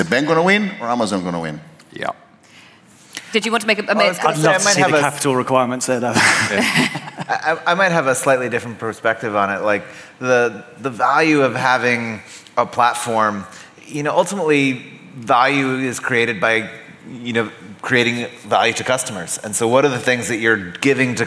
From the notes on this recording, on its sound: We are coming to you live from FusionONE! Today we have a brilliant live show for you.